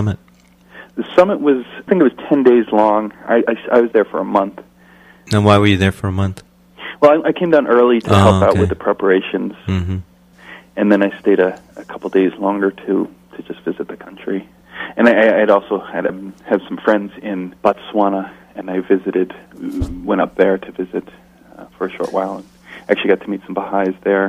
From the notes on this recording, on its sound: In this second telephone interview.